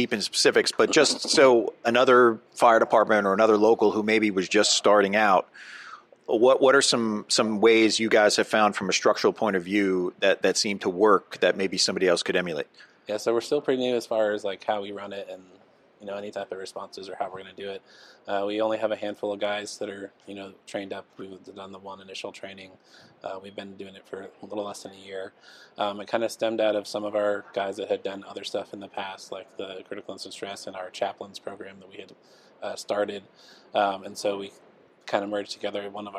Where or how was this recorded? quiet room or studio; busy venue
busy venue